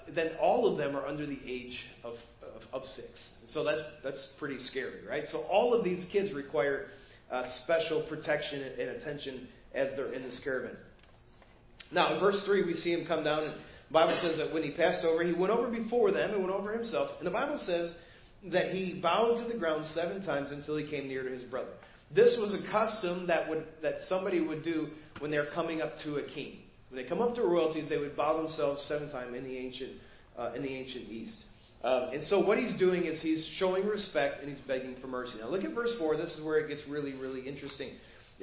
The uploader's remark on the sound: Preached at First Baptist Church of Hazel Park